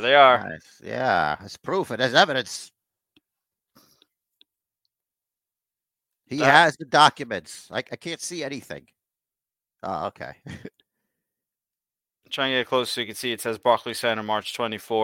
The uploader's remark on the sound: We would like to apologize for the audio and also thank the day ones who actually stuck around through it.